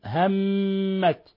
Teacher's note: ونلاحظ تشديد الميم فهي حرف غن مشدد